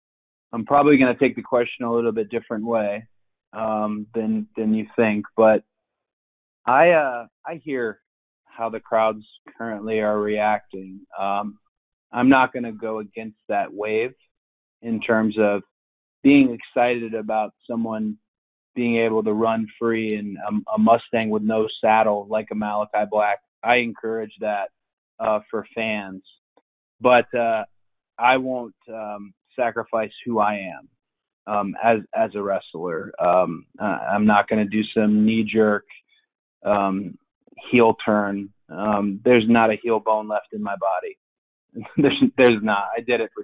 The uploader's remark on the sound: Media Conference Call